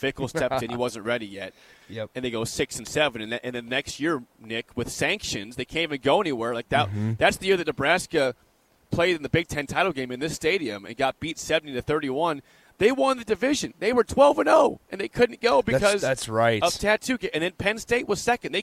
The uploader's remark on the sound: Live from Indianapolis for Big Ten Media Day! 93.7 The Ticket's coverage of 2022 B1G Media Days at Lucas Oil Stadium in Indianapolis.